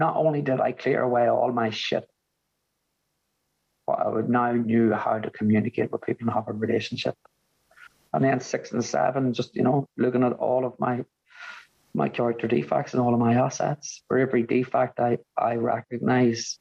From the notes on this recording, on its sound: a meeting from the Magical Mystery Tour zoom group held at the beginning of January of 2023